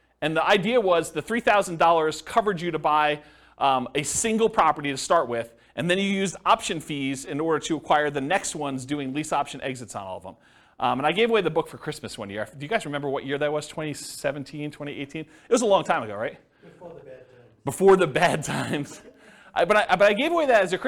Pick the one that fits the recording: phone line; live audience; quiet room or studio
live audience